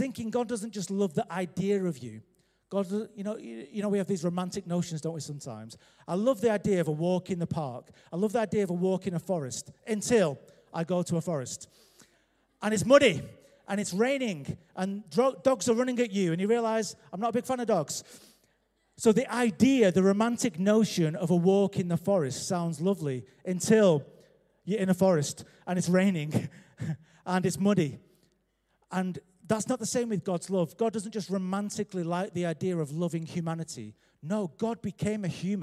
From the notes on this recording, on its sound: Recorded live at Life Church Lancashire.